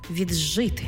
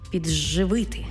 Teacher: Звуки «д», «т» перед шиплячими змінюються на шиплячі африкати. Тобто «д» плюс «ш», що у нас утворюється шляхом уподібнення «дж-ш». · «Д» плюс «ж» утворюється звук «дж». Пишемо «віджити», а вимовляємо «віджити».